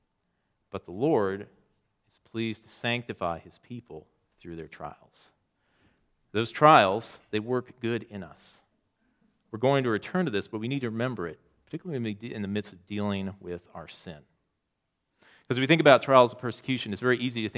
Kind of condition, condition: setting, large echoing room